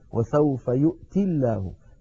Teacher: وسوف يؤتي الله، وسوف يؤتي الله، أصلها وسوف يؤتي بوزن يفعل، فلما نصل يؤتي بلفظ الجلالة تسقط الياء